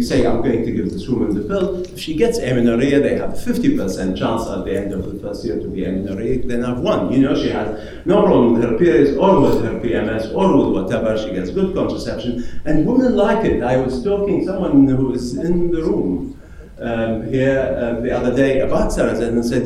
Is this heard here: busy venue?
yes